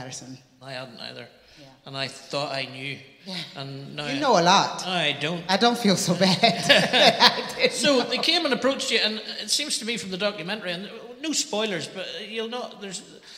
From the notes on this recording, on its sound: This conversation was recorded at the 4 Corners Festival in Belfast, Northern Ireland in February 2023.